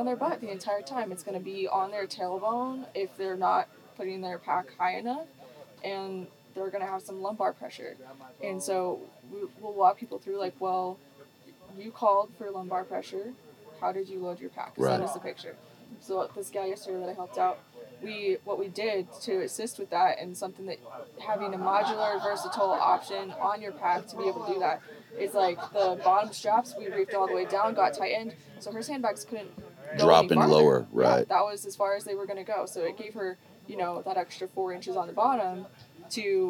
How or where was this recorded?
busy venue